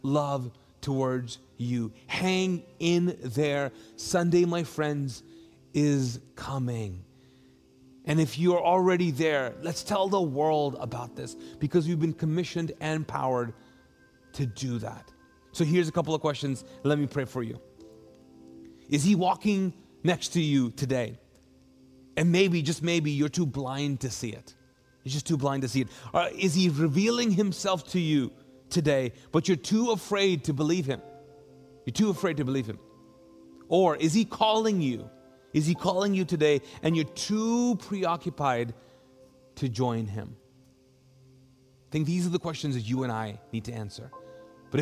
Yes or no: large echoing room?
yes